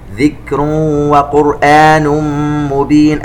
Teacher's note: التنوين مع الواو إدغام بغنة